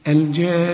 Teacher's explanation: وقفت على النون إزاي، غنيتها لأنها مشددة عند الوقف وعند الوصل لازم تغني